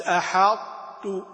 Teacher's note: الإدغام الناقص أن نأتي يعني كأننا نصعد إلى الطاء ثم ننزل بدون أن نأتي بصوت الطاء كاملا